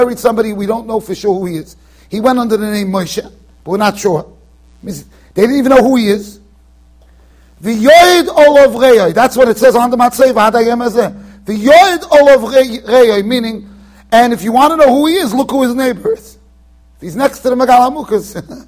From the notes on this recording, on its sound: Shiur recorded in Yeshivas Ohr Reuven, Monsey NY.